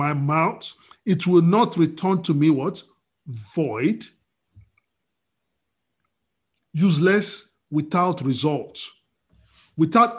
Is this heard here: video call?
yes